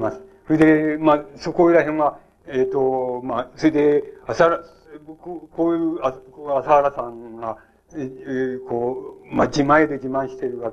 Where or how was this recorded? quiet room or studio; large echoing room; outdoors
large echoing room